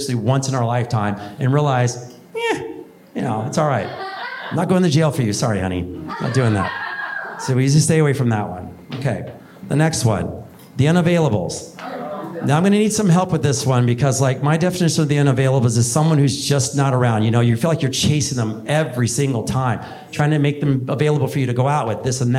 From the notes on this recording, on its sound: (The Live Stage Event). On stage for his very first live event.